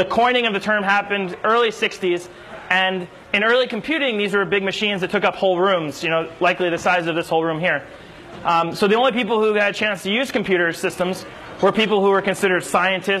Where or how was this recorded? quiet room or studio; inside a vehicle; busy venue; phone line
busy venue